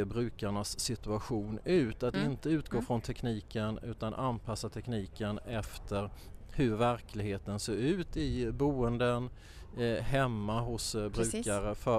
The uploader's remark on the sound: Under Almedalsveckan kommer Omsorgspodden släppa en serie kortare avsnitt som spelas in live i Visby.